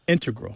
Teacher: mathematicians and math using scientists are more likely to say integral with the stress on the first syllable